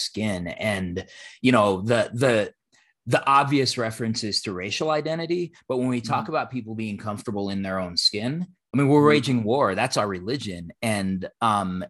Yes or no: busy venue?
no